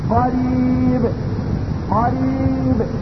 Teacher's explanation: الباء تخرج من بين الشفتين هتشوف الشفتين وقت الاضطراب لكن ما هتشوفش اللسان · Term: القلقلة